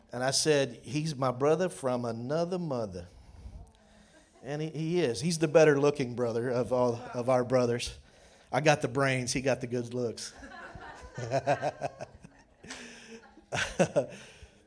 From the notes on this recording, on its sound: During the 3rd session of the Permission To Burn Conference in Orange Beach, AL.